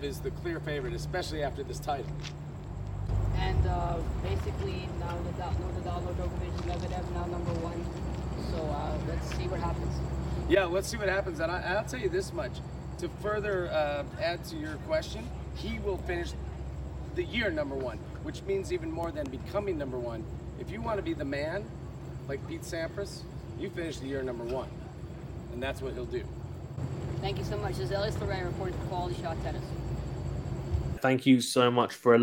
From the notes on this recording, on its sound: Post Match Press Conference & Review (On Site) - The Mifel Tennis Open.